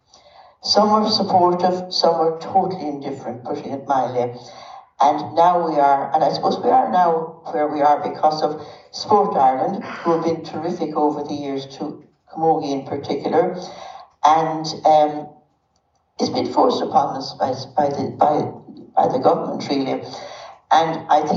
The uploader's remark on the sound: Interviews recorded live at the Irish Film Institute at our tenth annual Women in Sport Conference.